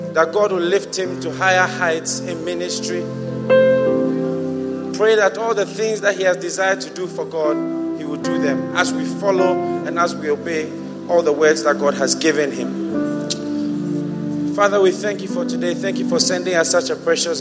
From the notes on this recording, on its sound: Preached at the First Love Center, Accra.